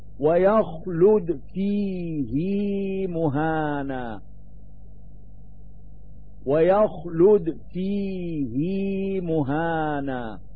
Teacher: ويستثنى من هذه القاعدة كلمات للإمام حفص في سورة الفرقان في قوله تعالى ويخلد فيه مهانا، ويخلد فيه مهانا. فإن الهاء من كلمة فيه تمد حركتها في رواية الإمام حفص